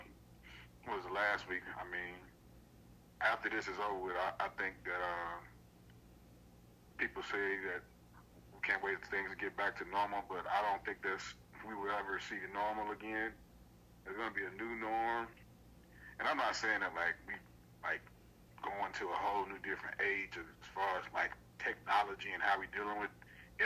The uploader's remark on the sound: Reconnect after another hiatus but this time over the phone due to the current COVID-19 Self Isolation guidelines.